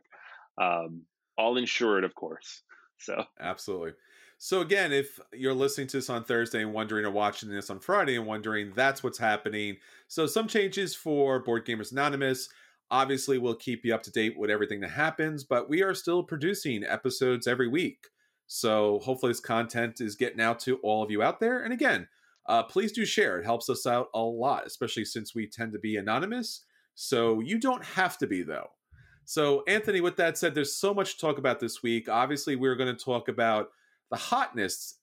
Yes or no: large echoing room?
no